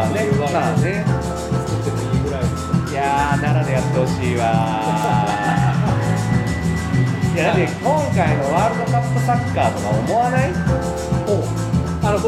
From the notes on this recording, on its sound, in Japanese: 屋外収録「Circles 16th Anniv. Party」。